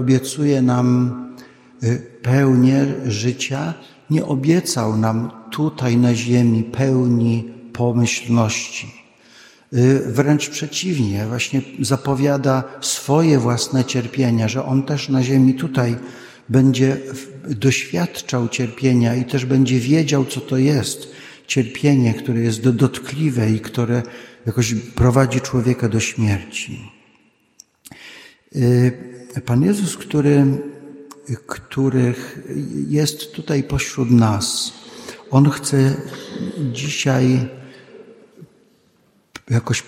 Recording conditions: large echoing room